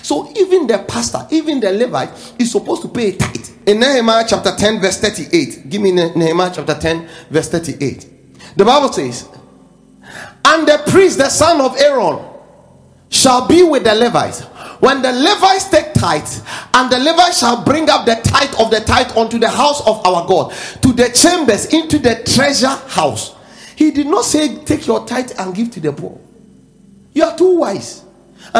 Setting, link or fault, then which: setting, large echoing room